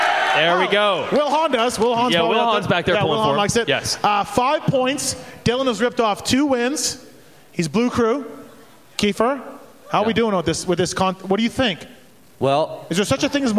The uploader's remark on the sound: Pulpmx/Racer X LIVE Podcast show from Oriental Theatre in Denver. Live from the Oriental Theater in Denver, Colorado.